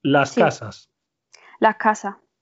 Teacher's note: la aspiración de las S del final de la palabra